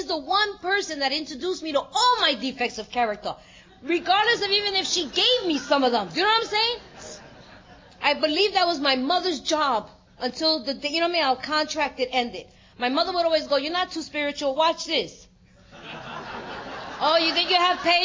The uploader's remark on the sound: Gives a talk on Steps 6&7 at the 2023 Fellowship of the Spirit Conference.